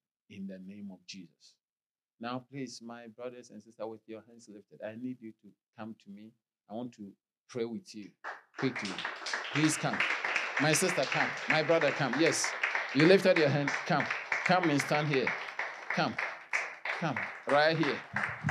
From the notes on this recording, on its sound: Sermon delivered on Sunday, November 26, 2023, at Strong Christian Church in Bellville, South Africa.